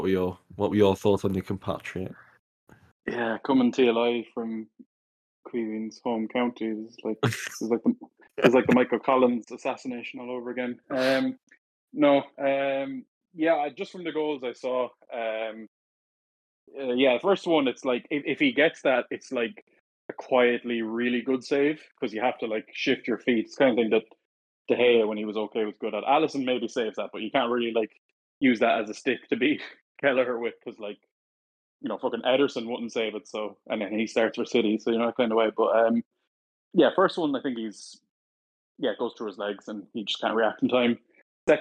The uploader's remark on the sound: Apologies for any audio lag - it happened on the recording side so we couldn't do much to mitigate it unfortunately.